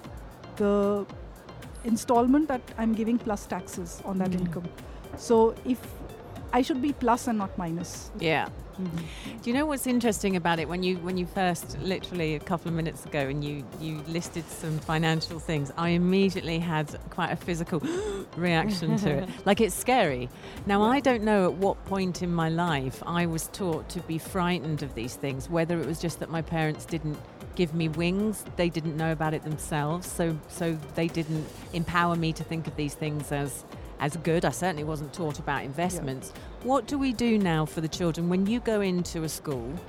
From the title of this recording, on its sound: Live from SIBF 2023